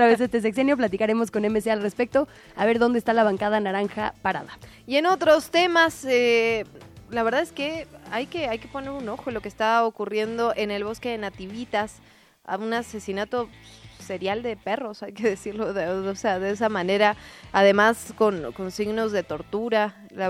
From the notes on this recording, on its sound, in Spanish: nos fuimos en vivo a las calles de la ciudad